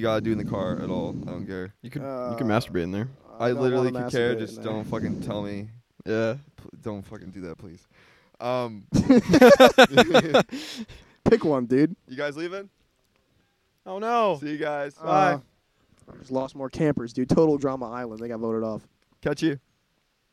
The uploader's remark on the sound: The boys tried to drunkenly record an episode, but the weather didn't agree for long, so enjoy this short of the lads hanging out in the rain.